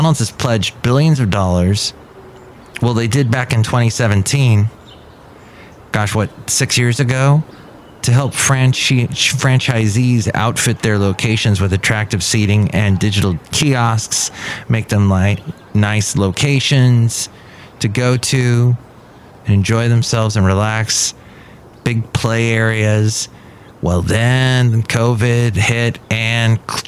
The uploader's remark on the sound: podcasts live from Café Anyway